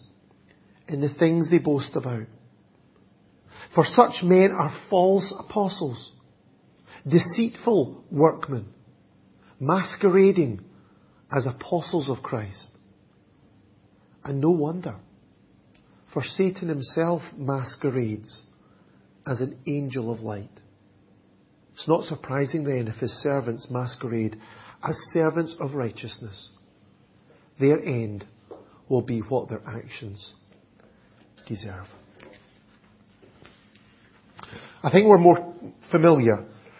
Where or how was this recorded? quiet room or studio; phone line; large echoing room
large echoing room